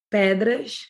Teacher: you did like an SH sound there